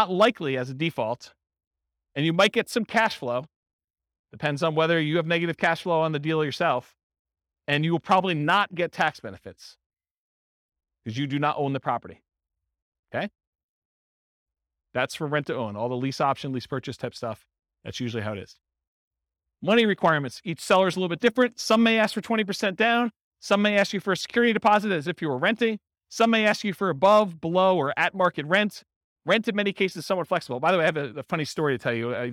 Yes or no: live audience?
yes